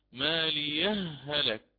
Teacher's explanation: فإن وصلت كلمة ماليه بهلك أتيت حينها بالإدغام، فقرأت ماليه هلك.